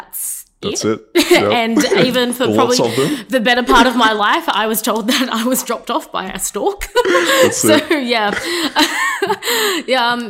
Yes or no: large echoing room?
no